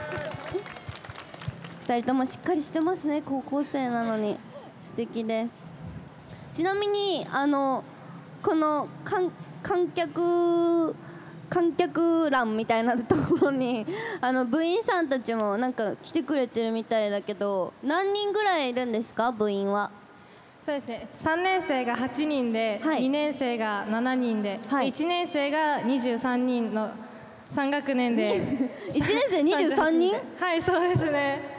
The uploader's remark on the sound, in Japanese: 梅田ゆかた祭り2023 で番組初の公開収録！！７月２２日土曜日に開催された「梅田ゆかた祭り２０２３」グランフロント大阪 うめきた広場での、番組初の公開収録の模様をオンエア！